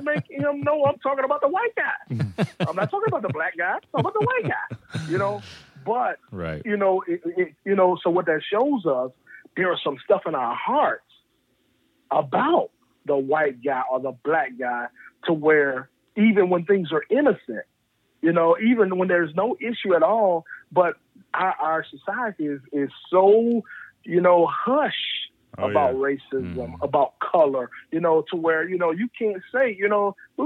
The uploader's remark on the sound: get on the phone